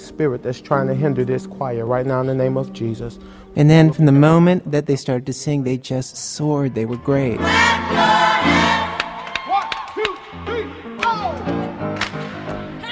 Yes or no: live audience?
yes